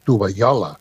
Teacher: aquesta doble L, aquesta palatal, és un fonema que s'està perdent, que passa a ser una I